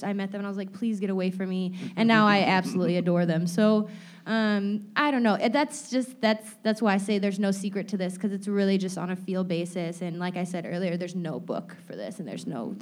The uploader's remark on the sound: In a live panel recorded at the offices of experiential marketing agency Mosaic in Chicago's Fulton Market neighborhood.